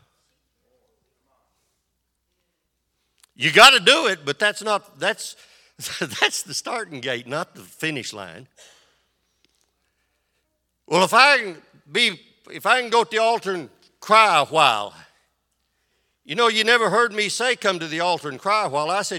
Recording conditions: large echoing room